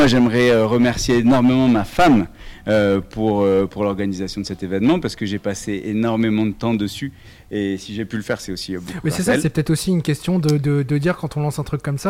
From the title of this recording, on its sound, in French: MELUN SUP FESTIVAL - INTERVIEW